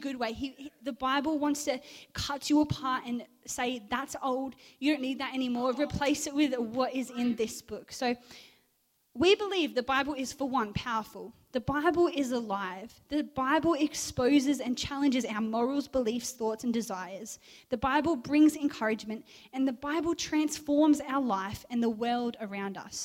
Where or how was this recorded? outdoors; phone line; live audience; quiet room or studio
live audience